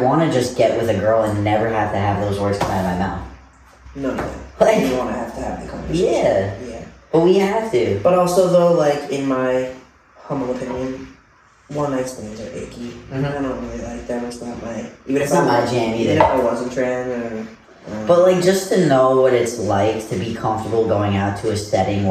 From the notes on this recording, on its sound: We apologize for the audio, we had some technical difficulties with the microphones and had to rely on the camera audio.